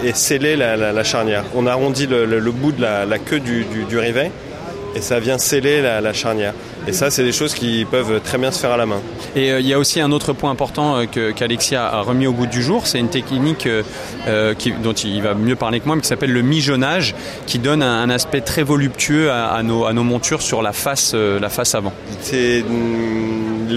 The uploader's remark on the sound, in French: (FR) Épisode 2 "en direct" du Silmo Paris 2023.